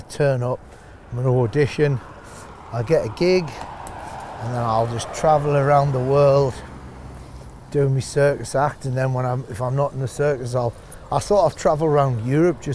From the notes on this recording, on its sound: a stroll around Regent's Park in North London